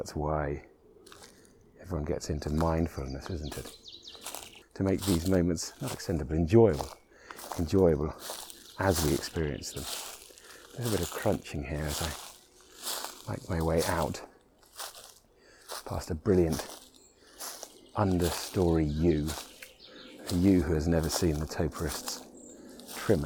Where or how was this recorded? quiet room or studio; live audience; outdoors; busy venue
outdoors